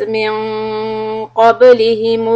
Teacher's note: مِنْ قَبْلِهِمْ noon will be heavy quality إخفاء